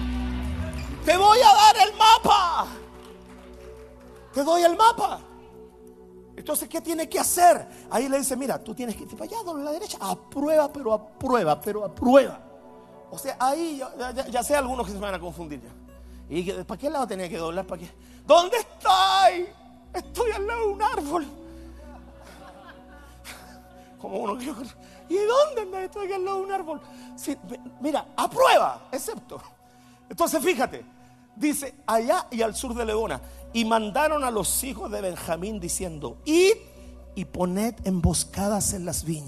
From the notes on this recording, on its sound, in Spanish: Mensaje Grabado en Vivo